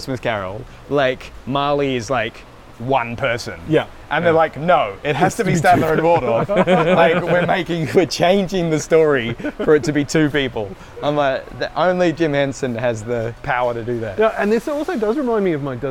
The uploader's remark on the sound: we record ON LOCATION at our local Hammerbarn